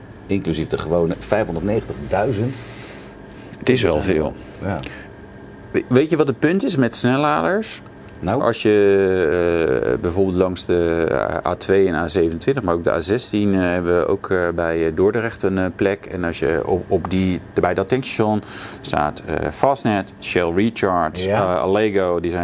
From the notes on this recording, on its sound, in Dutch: Dit keer niet vanuit de vertrouwde studio maar vanaf TT Circuit Assen! Live tijdens de Junkyardrace.